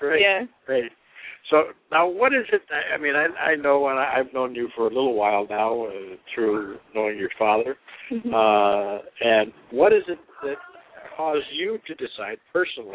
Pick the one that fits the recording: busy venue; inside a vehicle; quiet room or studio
busy venue